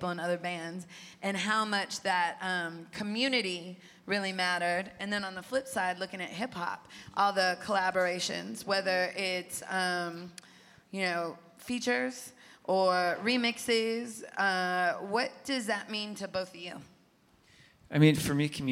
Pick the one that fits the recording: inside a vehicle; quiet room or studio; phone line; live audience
live audience